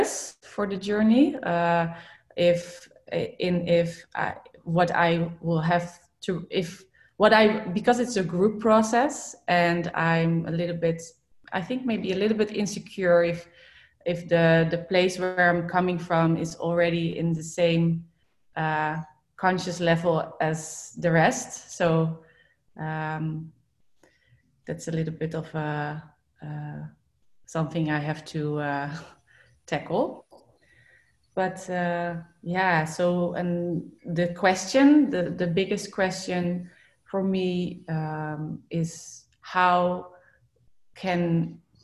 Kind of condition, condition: link, video call